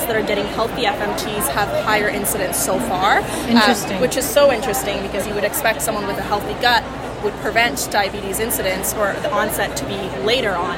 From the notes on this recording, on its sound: recorded during the Day 2 poster session at Islet Study Group 2023